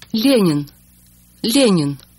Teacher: So in the word Lenin, Lenin, Lenin, if you listen carefully, you will hear that the L and the Y are pronounced as one sound. Soft L.